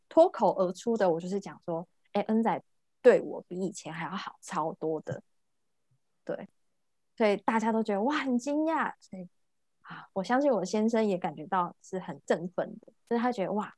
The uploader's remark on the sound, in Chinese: 聊聊好心芹ZOOM線上公益講座。